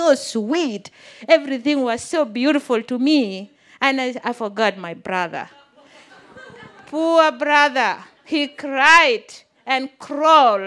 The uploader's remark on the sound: This story was recorded live on 31 May 2017 at Buntport Theater in Denver, Colorado.